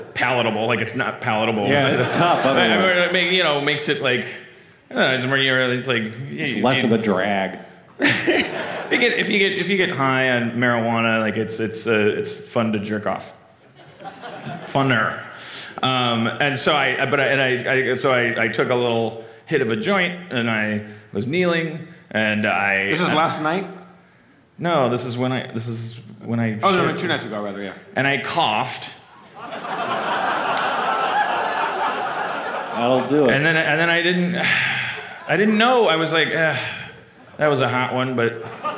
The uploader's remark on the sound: LIVE from Just for Laughs Montreal 2016. Harmontown is welcomed by a warm crowd and a sold out show in Montreal.